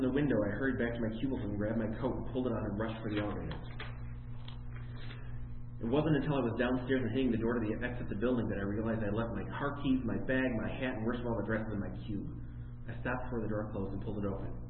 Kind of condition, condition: setting, live audience